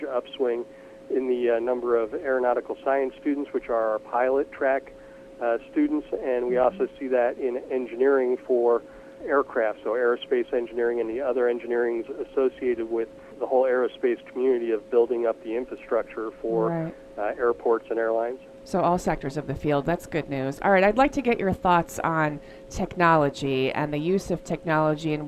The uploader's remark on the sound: live from 47th Albuquerque International Balloon Festival